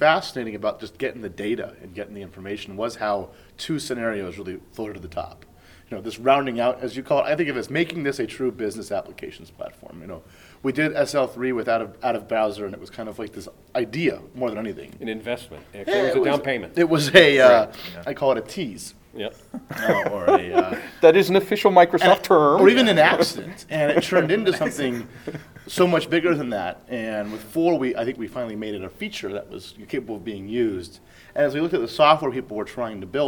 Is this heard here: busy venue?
yes